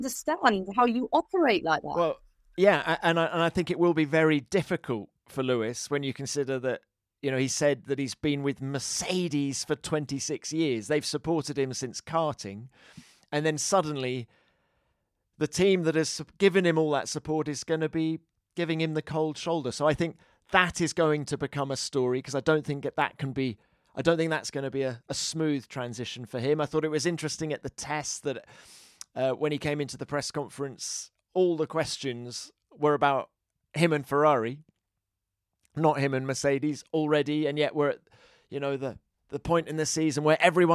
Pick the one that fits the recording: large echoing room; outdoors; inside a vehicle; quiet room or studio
quiet room or studio